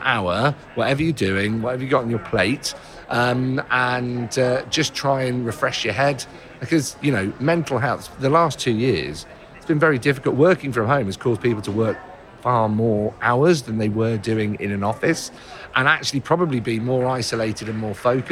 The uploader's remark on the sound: Recorded at Retail Week Live 2022. Recorded at Retail Week Live 2022.